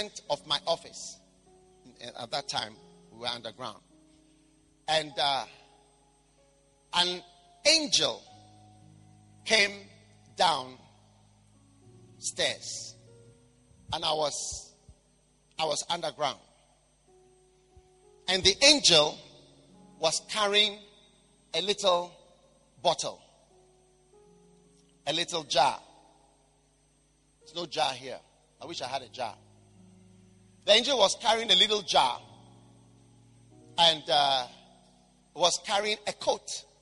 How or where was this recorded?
large echoing room